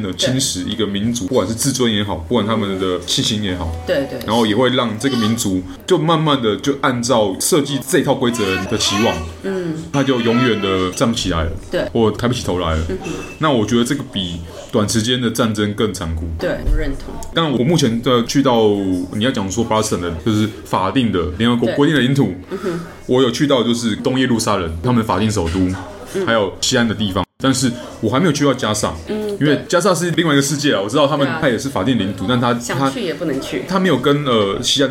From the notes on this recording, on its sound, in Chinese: 本集白噪音指數：蚊風級 1/5。帶著老公及小女兒親臨錄音現場。錄音地點： The Gathering Cafe 齊客咖啡。